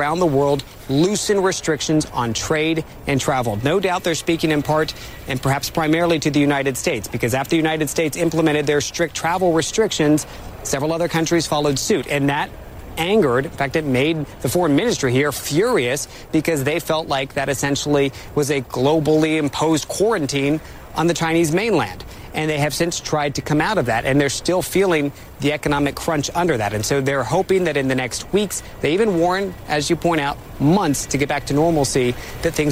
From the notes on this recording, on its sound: live from the New York Stock Exchange